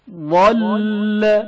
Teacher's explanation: مل حرف زاب زبان کے اطراف یا کناروں کا اوپر والی دانت کے کنارے سے ٹکرانے کی صورت میں تلفظ ہوتا ہے